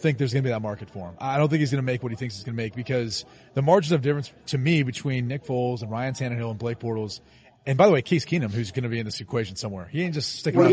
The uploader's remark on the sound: live from the floor at the 2019 NFL Combine